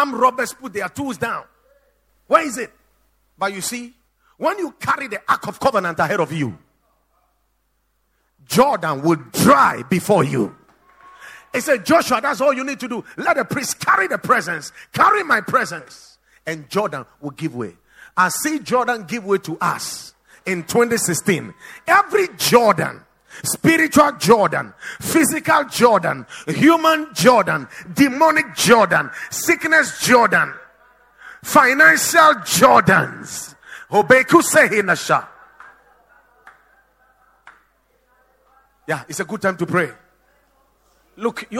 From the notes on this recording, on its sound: Preached at The Watered Garden Church